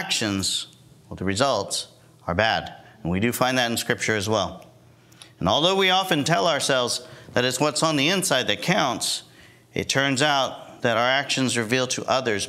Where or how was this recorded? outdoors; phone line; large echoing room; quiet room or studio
large echoing room